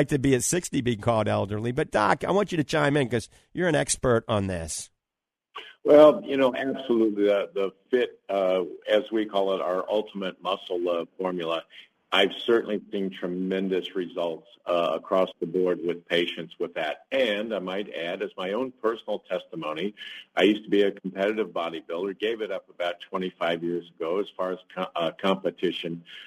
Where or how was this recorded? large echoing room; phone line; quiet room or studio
phone line